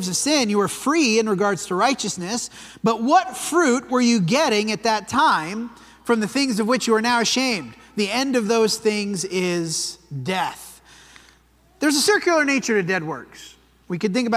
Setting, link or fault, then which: setting, large echoing room